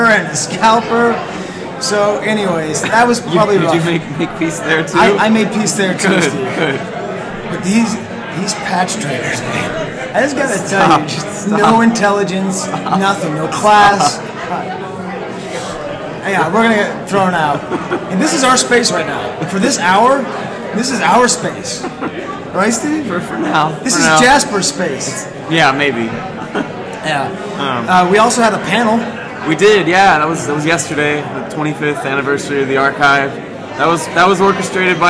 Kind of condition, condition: setting, busy venue